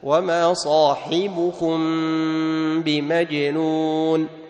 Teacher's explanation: تطبق الشفتين إطباقا خفيفا مع بقاء الغنة · Term: الإخفاء